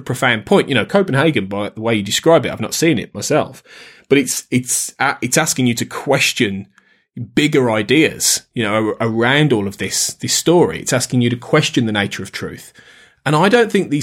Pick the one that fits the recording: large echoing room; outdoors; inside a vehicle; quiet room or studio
quiet room or studio